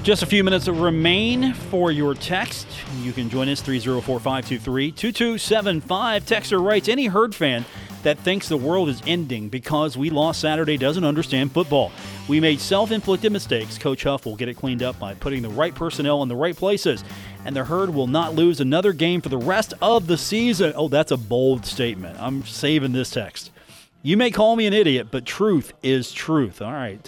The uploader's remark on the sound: live from The Union Pub and Grill in Huntington, WV for today's broadcast.